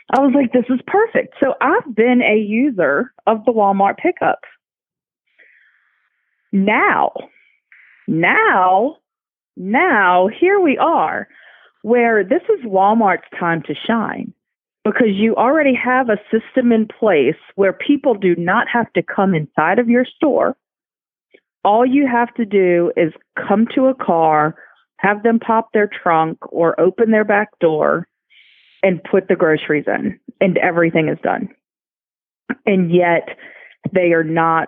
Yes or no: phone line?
yes